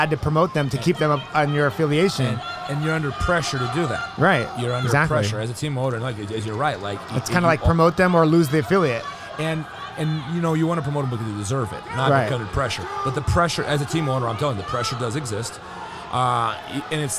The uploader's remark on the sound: Recording from the FloGrappling table at IBJJF Nogi Worlds in Anaheim, CA. A mish-mosh of short interviews with pretty much whoever was walking by the table at the right moment.